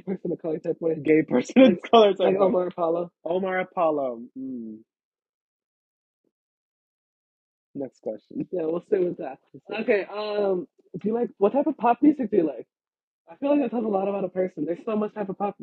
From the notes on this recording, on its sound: Sorry for the audio troubles! It's just our singing lol. Join us for our in-person recording as we sing along to our favorite songs.